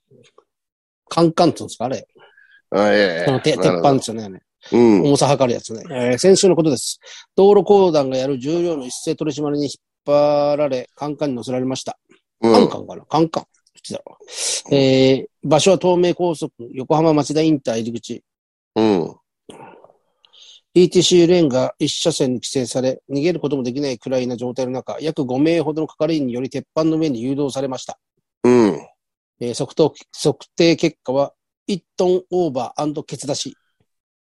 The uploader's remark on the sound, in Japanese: ZOOMで収録。